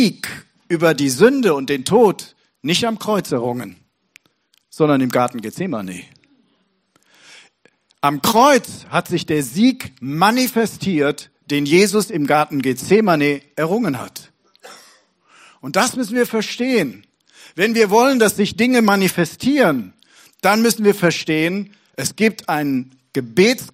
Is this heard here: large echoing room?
yes